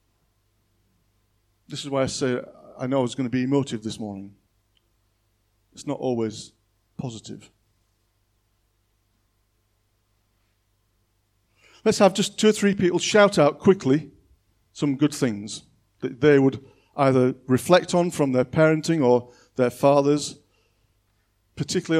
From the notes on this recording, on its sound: On 10th October 2021 at King's Church, Cockermouth. At King's Church, Cockermouth, as an audio file.